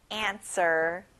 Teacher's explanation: 자, 가운데 W가 있는데 W 발음은 안 나요.